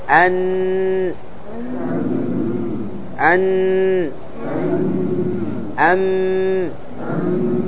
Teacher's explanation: خرج من الداخل الذي يقال له الخيشوم، من داخل خرق الأنف · Term: غنة